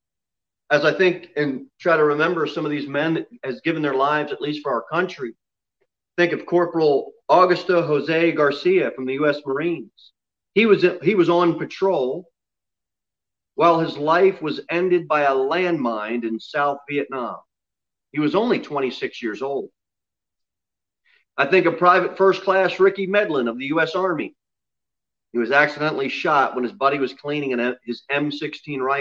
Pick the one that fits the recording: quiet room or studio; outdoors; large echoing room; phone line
large echoing room